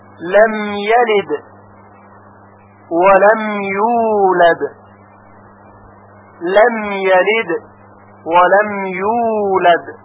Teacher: حرف دال در کلماتی مثل یلد و یولد ساکن هست و باید با قلقله تلفظ بشه، یعنی صدای اون جهشی داشته باشه